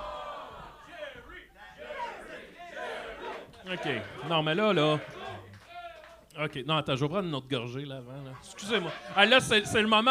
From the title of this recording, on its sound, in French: Live au O Patro Vys